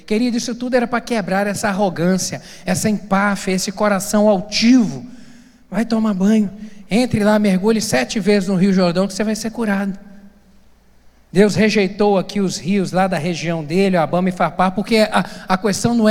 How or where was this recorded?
large echoing room